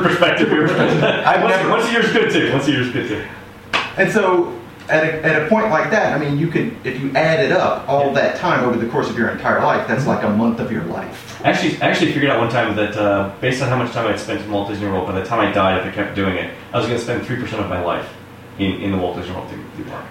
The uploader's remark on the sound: The echo-ey effect. I literally just clipped out a few of the most egregious points where we were talking over one another and ran the dynamic range compressor a couple of times. I did experiment a bit with noise removal, but the distortion was distracting, so I quit playing with it.